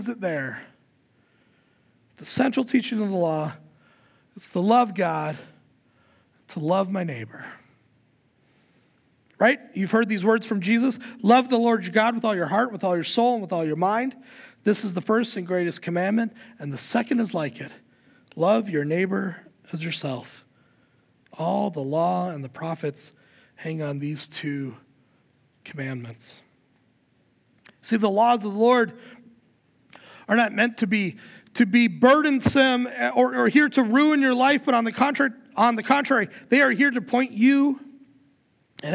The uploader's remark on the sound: Recorded live at Word of Life Church in Le Sueur, Minnesota, on July 9, 2023